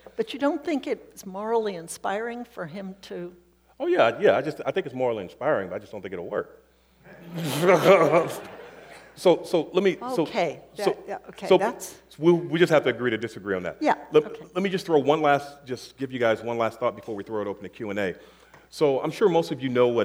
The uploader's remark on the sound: on February 12 at Seattle University’s Pigott Auditorium, as part of Town Hall Seattle’s Civics series